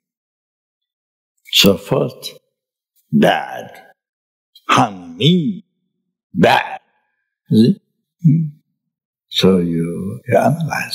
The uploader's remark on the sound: The teaching for this episode was recorded on May 10, 2018, at Great Stupa Of Universal Compassion, Australia.